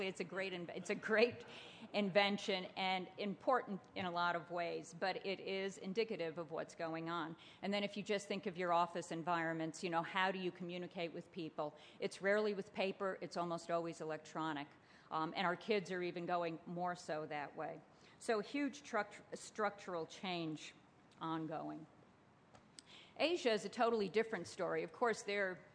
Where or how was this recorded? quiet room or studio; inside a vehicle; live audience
live audience